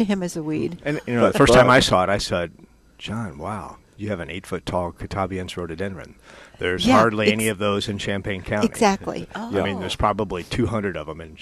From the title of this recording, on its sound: Live at Prairie Gardens 1-22-22